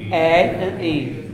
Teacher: if you say A and put your finger in and then say E, you see that E's more closed